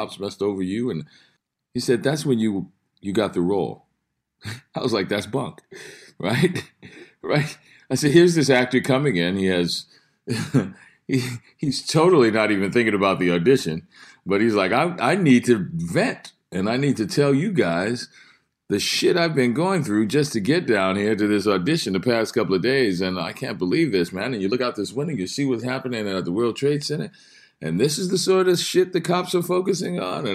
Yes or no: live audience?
no